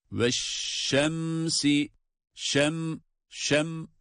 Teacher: bu mimin çıkmasında, seslendirilmesinde gunnede yani genizden de sesin gelmesi lazım. Ve şemsi bu mim harfini tutmak demek değildir.